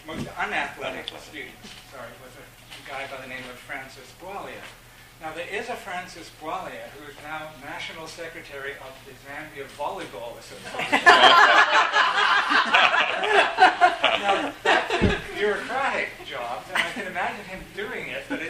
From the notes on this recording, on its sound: This podcast was recorded during CUSO-VSO's 50th Anniversary Kick-off celebrations in Victoria, BC.